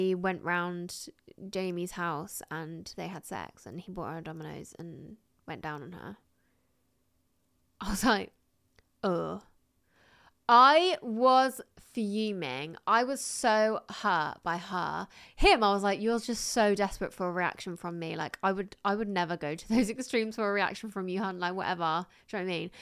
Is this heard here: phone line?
no